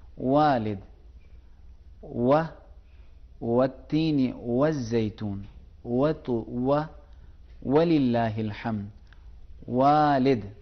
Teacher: عربی میں تھوڑا سا زیادہ ہونٹوں کو تھوڑا سا گول کرنا پڑتا ہے، گنچہ بنانا پڑتا ہے · Term: واؤ